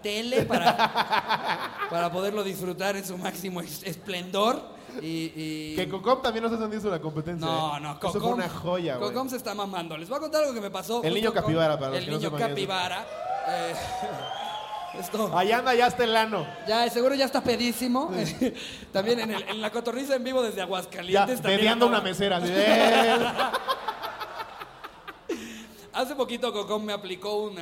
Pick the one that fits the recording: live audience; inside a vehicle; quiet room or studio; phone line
live audience